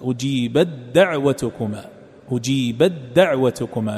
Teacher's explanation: ونفس الأمر بالنسبة للمتجانسين كقوله جل وعلا أجيبت دعوتكما، عند القراءة إدغام، الإدغام بين هذين الحرفين التاء والدال المتجانسين، أجيبت دعوتكما، أجيبت دعوتكما، الشدة تظهر على الدال.